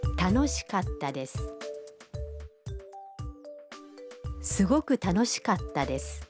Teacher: katta is pronounced with a brief pause in between ka and ta